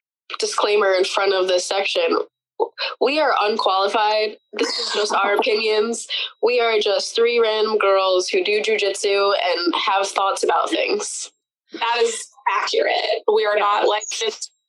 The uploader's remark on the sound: Chicks on a Zoom. We couldn't get together in-person this week. We know it's not the best audio you ever heard.